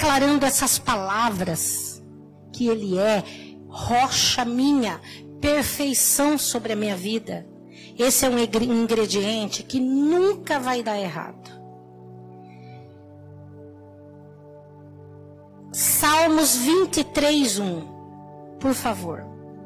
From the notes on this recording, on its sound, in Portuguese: Áudio da mensagem ministrada no culto da Rede de Mulheres. Na Igreja Cristo Salva Campinas.